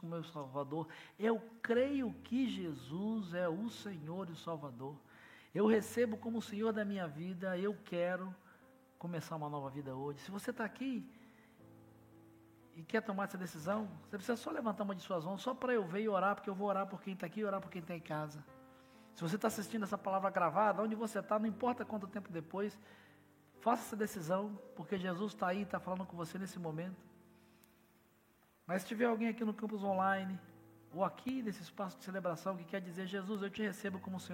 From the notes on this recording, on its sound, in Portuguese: Celebração ao vivo